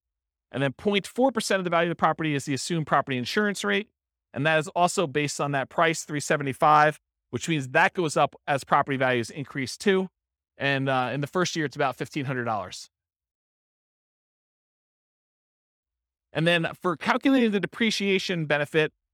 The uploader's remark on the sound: This was a live class recorded